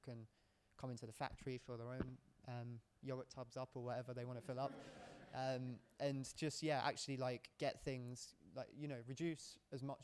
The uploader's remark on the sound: Listen to live recordings from our recent Home Compostable Packaging launch event in London! We hosted a Q&A for our panelists.